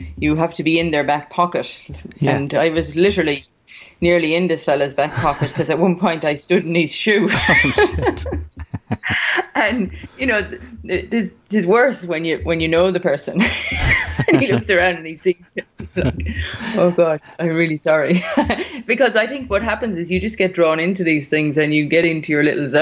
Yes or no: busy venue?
no